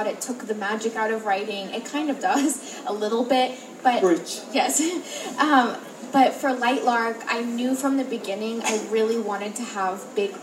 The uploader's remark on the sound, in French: À l'occasion du Festival du Livre Paris, j'ai eu la chance de pouvoir la rencontrer et l'interviewer grâce aux éditions Lumen. (en anglais ).